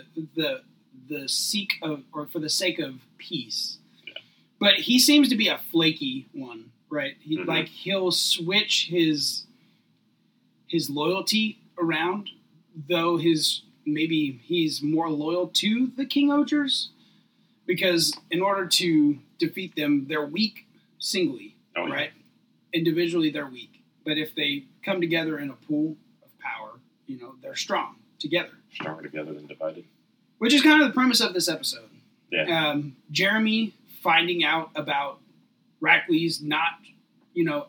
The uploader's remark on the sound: They would like to apologize for the technical issues with audio.